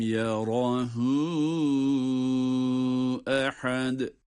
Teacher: Meddi munfasıl. 4 elif miktarı kadar uzatılabilir.